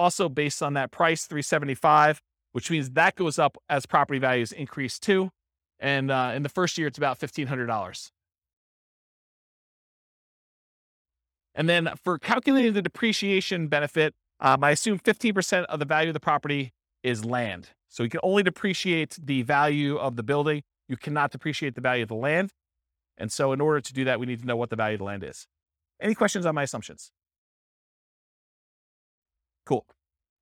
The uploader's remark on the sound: This was a live class recorded